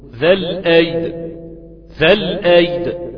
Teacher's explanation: لما أقف على ذو الأيد أو ذا الأيد، معلش أسف، لما أقف على ذا الأيد أقول ذا الأيد، ذا الأيد، مقلقل الدال مسكنها غير ما محرك، تحريكك للدال هيبقى إتمام لكسر، وإتمامك لكسر في حالة الوقف أو إتمامك لأي حركة في حالة الوقف يجي على الحركة تتمدد وتبقى عبارة عن حرفا كاملا.